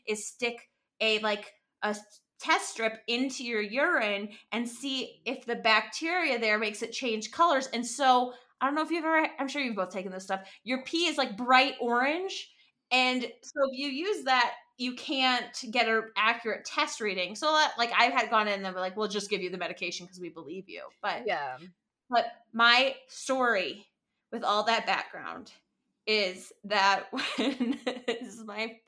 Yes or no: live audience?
no